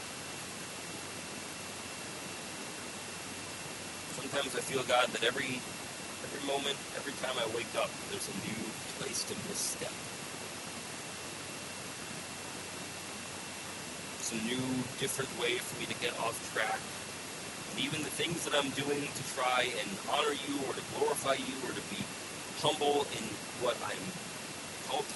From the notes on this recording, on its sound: We apologize for the poor sound quality, we had lots of technical issues Sunday.